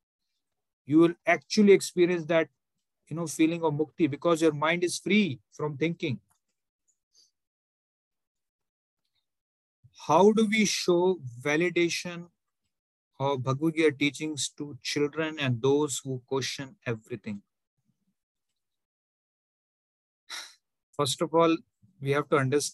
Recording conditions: video call